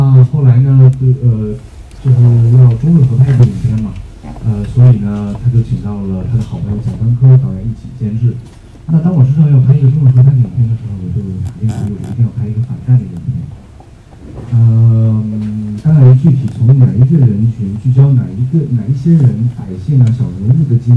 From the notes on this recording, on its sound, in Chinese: 为了保声音，那天也没开空调，我们汗流浃背地聊了一个小时。她背着录音机，跟着二位主创一下午跑了9场点映的映后谈，见证着观众的反馈，并记录下观影过程的欢笑声。